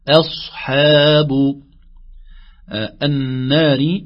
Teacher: ترقيق الهمزة ثم تفخيم الصاد ثم ترقيق الحاء